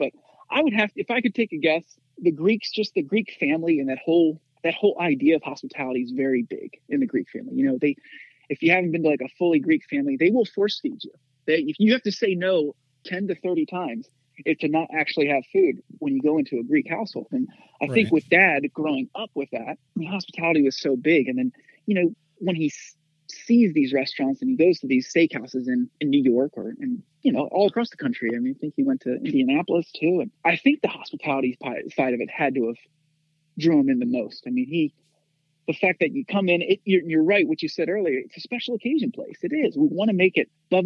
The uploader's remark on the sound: We hopped on the phone.